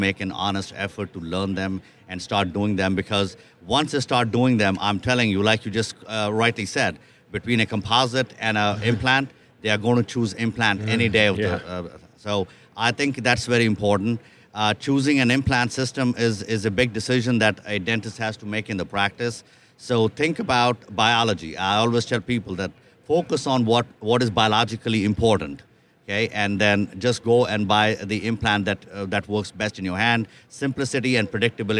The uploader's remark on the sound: live from the Darby booth at the GNYDM 2019